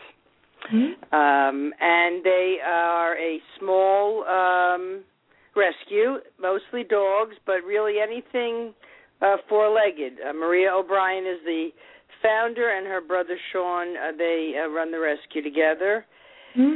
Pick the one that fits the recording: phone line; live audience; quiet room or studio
phone line